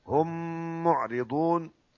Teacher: حرفين مثلين ميمين مثلين مثل بعض وصغير لانه سكن الاول · Term: ادغام مثلين صغير